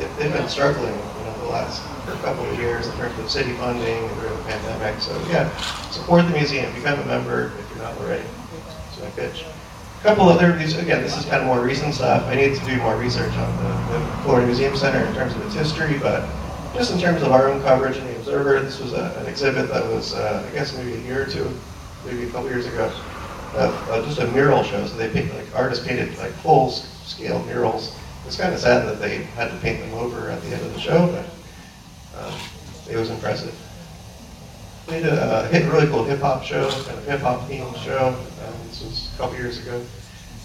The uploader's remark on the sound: The audio is not great, and is sometimes hard to hear what is said, after this episode the audio will now be more coherent. We've figured out how to fix some audio issues.